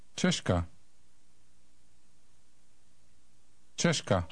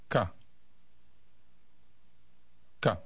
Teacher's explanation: Notice that the K is less explosive than in English.